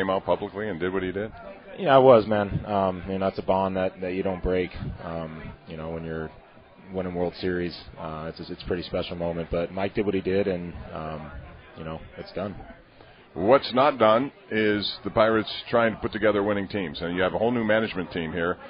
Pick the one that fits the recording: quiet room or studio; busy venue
busy venue